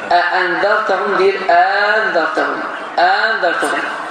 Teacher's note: Qəbilə var ki, bir sözdə iki həmzə gələndə ikinci həmzəni demir və uzadır. Əəndərtəhun deyir, əəndərtəhun.